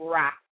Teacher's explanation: And in Hindi, it is Rakt, and that is spelled R as in road, A, K, T as in Tom, A. So it's spelled Rakta, but you don't pronounce it that way. You pronounce it Rakt. You don't pronounce the A.